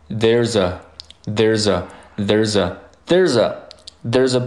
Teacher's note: there 和 is 和 a，它们三个会连接在一起